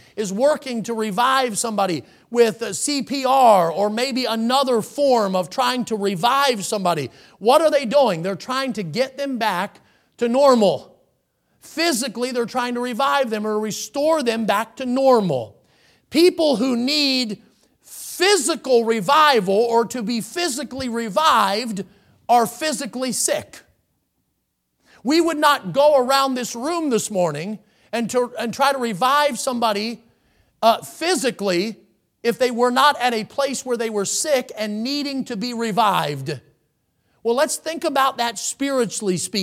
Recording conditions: large echoing room